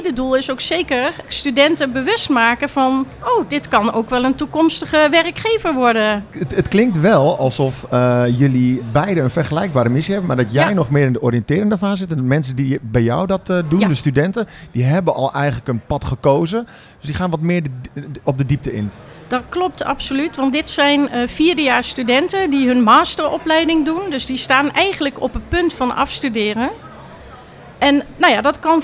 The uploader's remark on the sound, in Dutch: De podcasts zijn live opgenomen in de Podkas van de Gemeente Groningen tijdens de Promotiedagen in Martiniplaza.